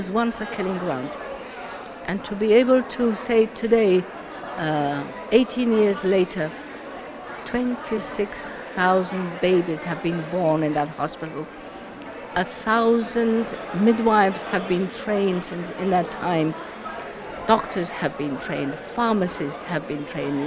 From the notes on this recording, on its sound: live at the Emirates Airline Festival of Literature